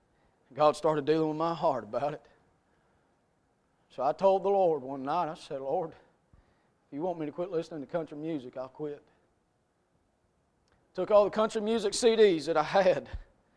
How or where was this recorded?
large echoing room